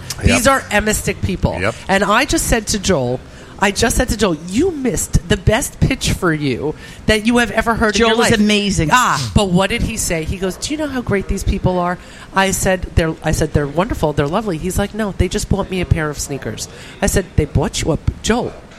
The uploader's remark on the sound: Live from Gotta Getta Bagel in Woodmere